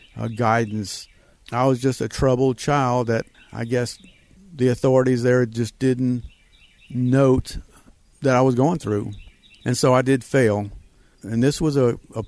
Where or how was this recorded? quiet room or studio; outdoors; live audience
outdoors